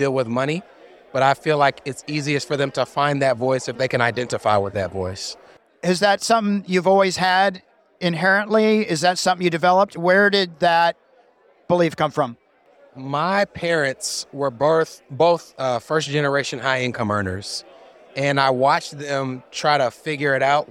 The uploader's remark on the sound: Recorded at FinCon 2023 in New Orleans, I roamed the halls of the nation's biggest personal finance conference, getting up close and personal with attendees and speakers.